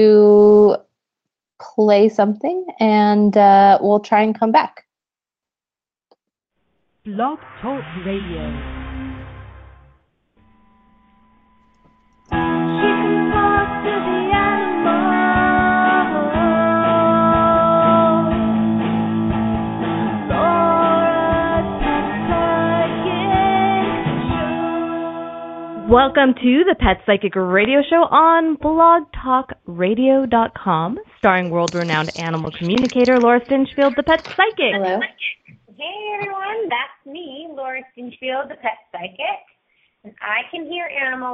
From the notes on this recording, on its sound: Please excuse the technical issues in the beginning